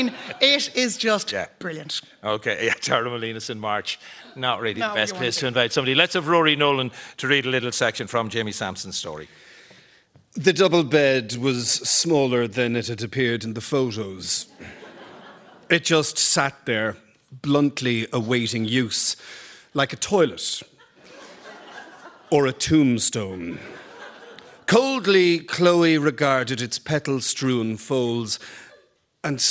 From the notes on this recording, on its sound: Live from the Pavilion Theatre in Dun Laoghaire.